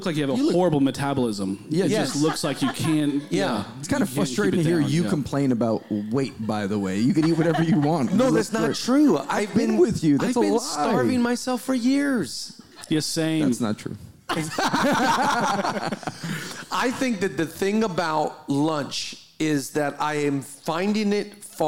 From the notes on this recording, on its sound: Live Recording.